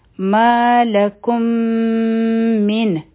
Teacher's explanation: او میم به یو ځای شي کوم او دلته کې چونکې میم ساکن نه پس میم مشدد راغی نو دلته کې به مونږ ادغام کوو د میم ساکن · Term: ادغام شفوي